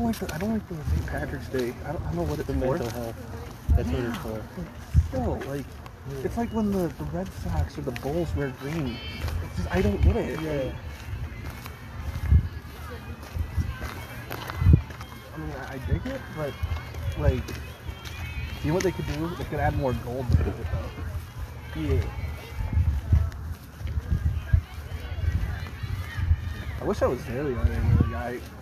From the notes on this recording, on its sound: This was recorded at my sister's softball game, on her birthday. Unedited, unfiltered.